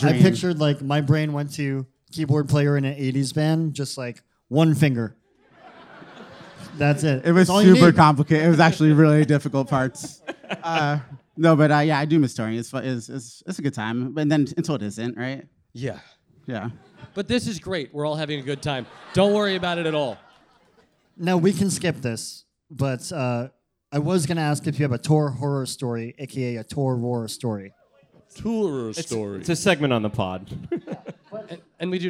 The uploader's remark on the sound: Live show taping at Bowery Ballroom, New York City. Onstage for tales and tunes!